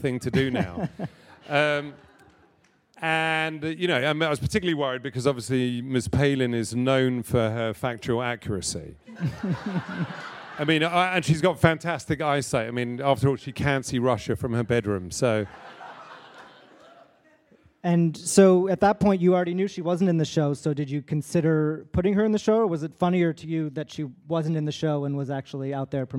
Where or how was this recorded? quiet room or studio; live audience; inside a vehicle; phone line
live audience